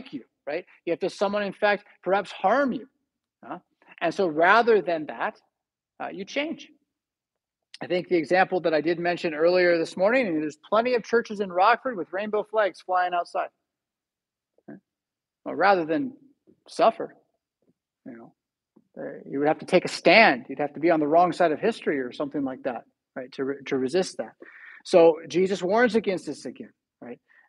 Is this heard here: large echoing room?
yes